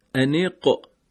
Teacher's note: قاف صفت قلقله داره، باید تحریک بشه و در مخرج یه تکون مختصر ما به این حرف بدیم